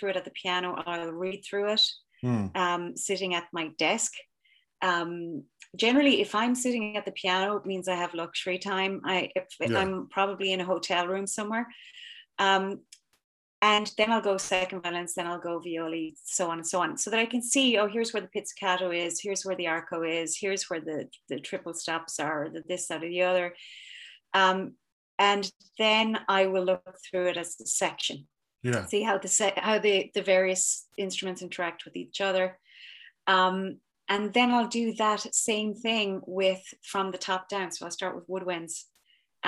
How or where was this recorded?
video call